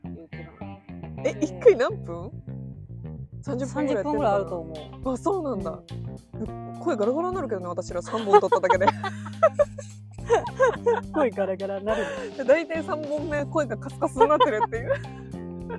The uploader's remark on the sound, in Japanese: 新宿御苑。今回は、初めての外収録‼。